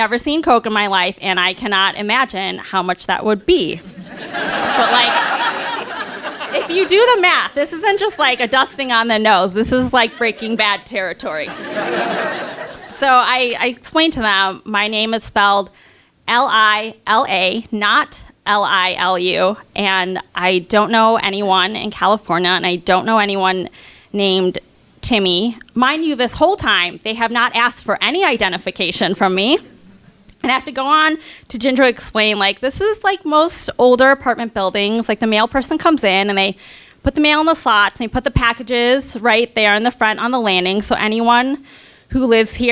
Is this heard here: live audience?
yes